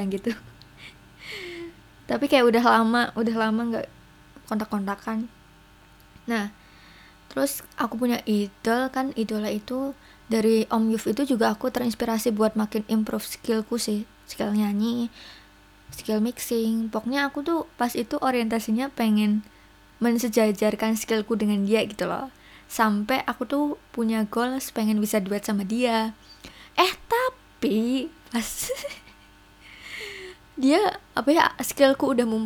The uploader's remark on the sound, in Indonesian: maaf suara kipas anginnya emg ngganggu